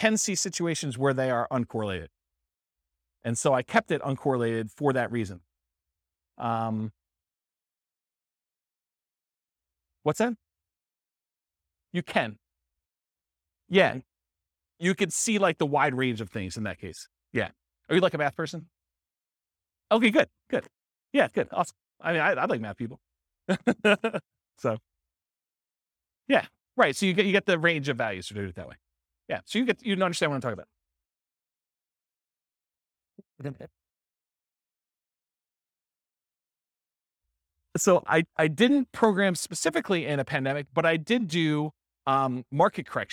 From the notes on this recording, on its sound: This was a live class recorded